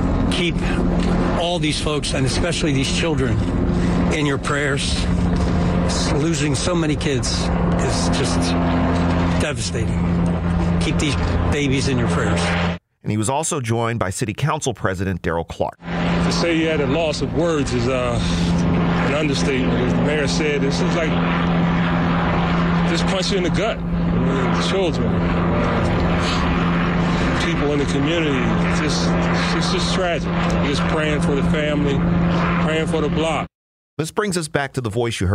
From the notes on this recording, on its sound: Sounds from the scene of Philadelphia's tragic fire.